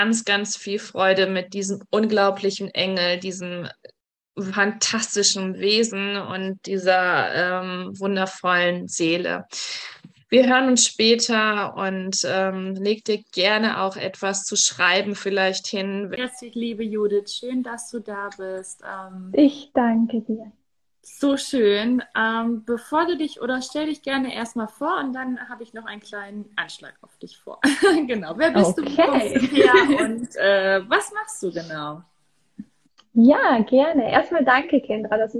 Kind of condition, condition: link, video call